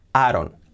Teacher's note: Ahora vamos a ver la unión de palabras que aquí en esta frase se ve mucho. I don't, vamos a hacer ese I como una sola A · Y la T de don't final no la pronunciamos